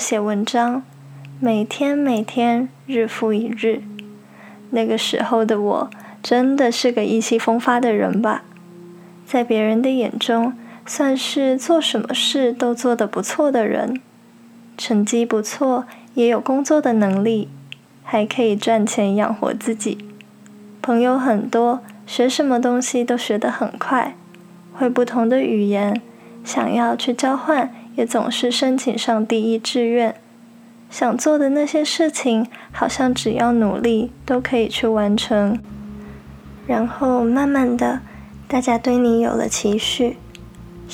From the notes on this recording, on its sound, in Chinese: 因為錄音環境的緣故，錄音的品質並沒有太理想，雜音有點多，還請大家多多包容。